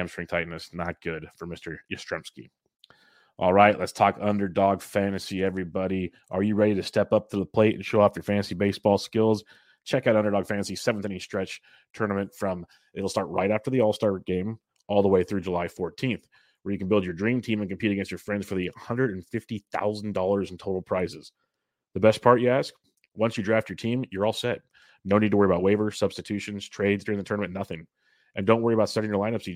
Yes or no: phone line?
no